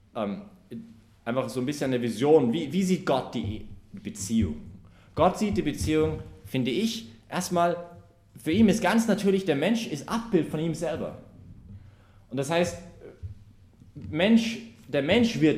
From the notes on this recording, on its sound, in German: Die Predigtserie findet innerhalb der "BeFree Messe für junge Erwachsene" im Zentrum Johannes Paul II.